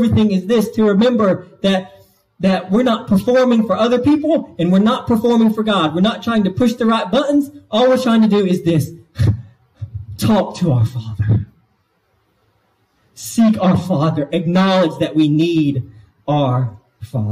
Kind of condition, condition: setting, large echoing room